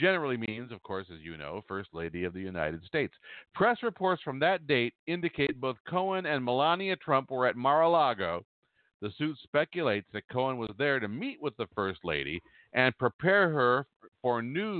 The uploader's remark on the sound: a telephone interview